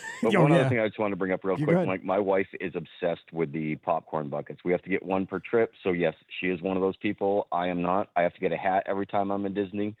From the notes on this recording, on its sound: This is the Live Call-in Show from this past Sunday night. Was in the studio solo.